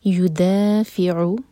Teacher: دا مد تبعی اور عین حلق سے